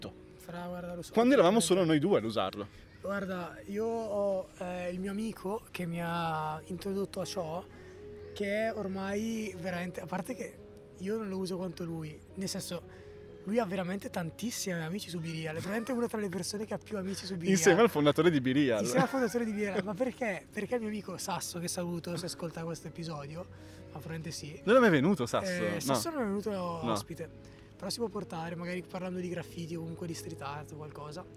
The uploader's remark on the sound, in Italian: In questa puntata live a Parco Sempione